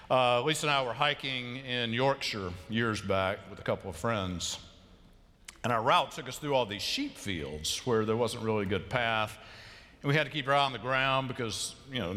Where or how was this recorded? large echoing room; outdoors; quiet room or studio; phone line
large echoing room